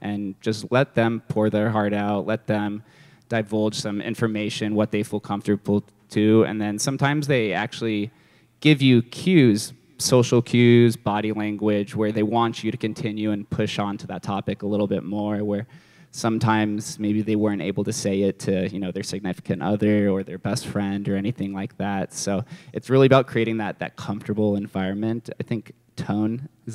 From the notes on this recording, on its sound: a LIVE interview done at May’s Love Your Self Expression event